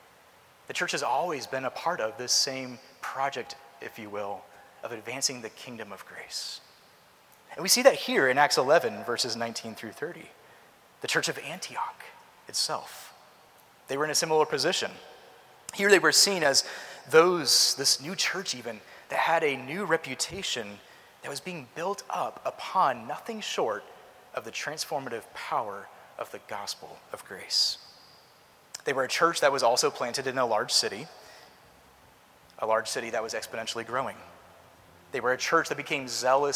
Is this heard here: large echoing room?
yes